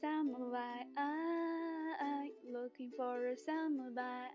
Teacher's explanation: 这里只有一个发音技巧 for a 辅音连读